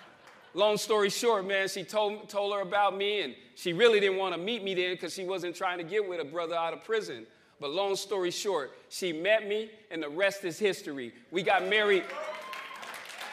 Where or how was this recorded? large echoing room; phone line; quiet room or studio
large echoing room